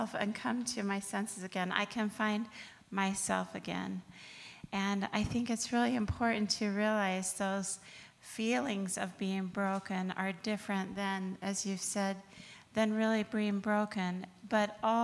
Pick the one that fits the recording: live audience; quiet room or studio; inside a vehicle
live audience